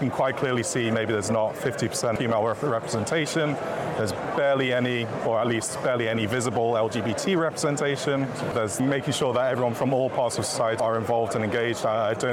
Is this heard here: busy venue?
yes